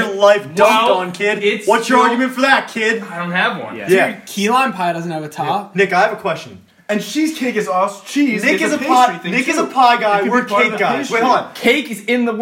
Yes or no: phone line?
no